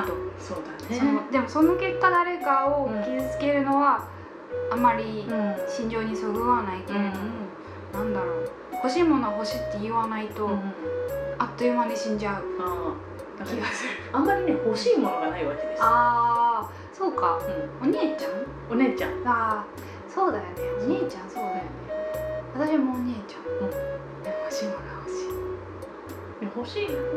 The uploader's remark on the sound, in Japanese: 録音環境劣悪のため超絶ローファイでお送りします。